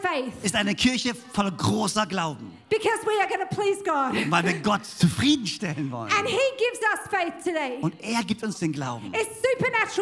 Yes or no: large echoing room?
yes